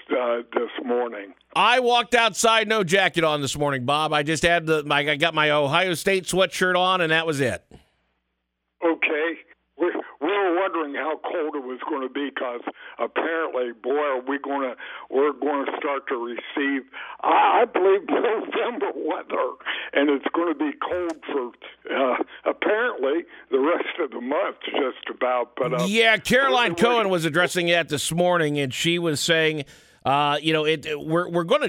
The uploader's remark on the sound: SATURDAY MORNING OPEN PHONES